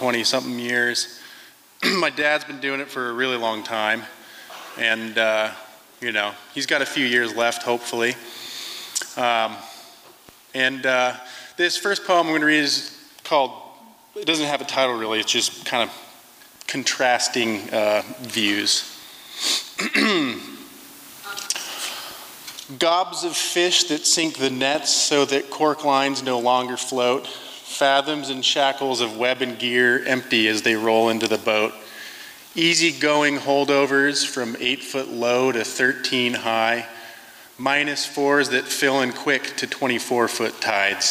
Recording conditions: live audience